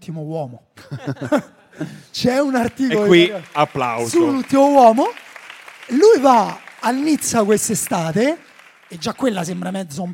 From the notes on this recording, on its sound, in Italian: La nostra puntata registrata da Apple Piazza Liberty, Milano.